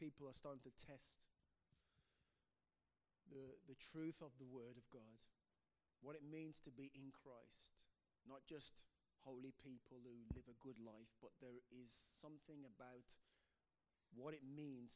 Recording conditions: uneven or low level